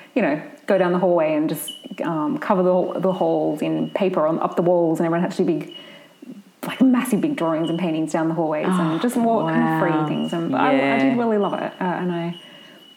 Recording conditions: sounds in the background